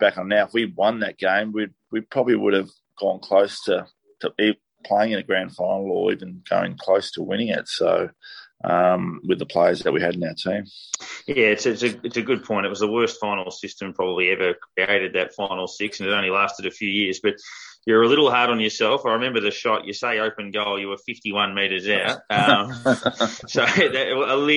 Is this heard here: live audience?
no